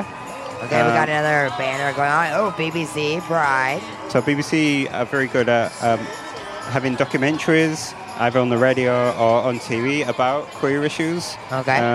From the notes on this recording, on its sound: live coverage of the Leeds Pride Event